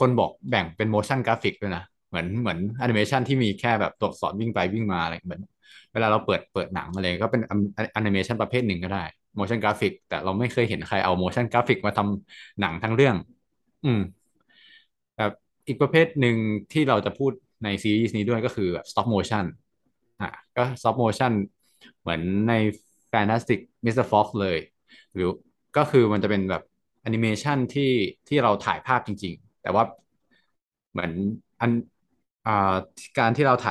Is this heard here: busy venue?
no